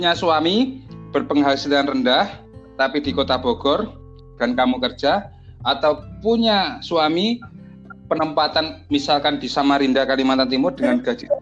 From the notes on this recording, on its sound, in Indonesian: Maaf juga nih kalau suaranya kadang ga jelas, ya maklum soalnya kita podcast via online nih pake aplikasi anchor